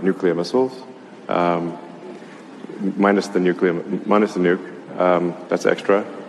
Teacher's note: Es ist nach wie vor, es ist sehr tief. Die Stimme ist auch sehr behaucht, also wenig Strahlkraft, wenig Lautstärke, wenig Stimmvolumen.